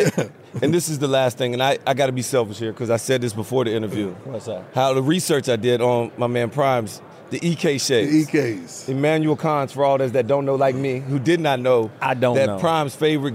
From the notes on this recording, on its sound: live from radio row for Super Bowl LVII